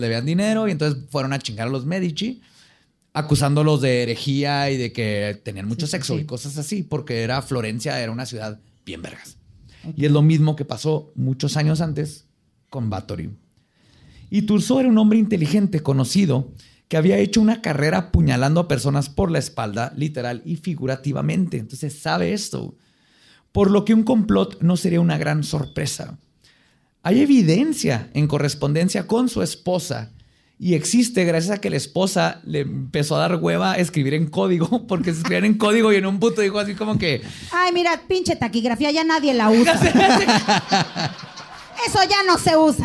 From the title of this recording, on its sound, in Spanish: en vivo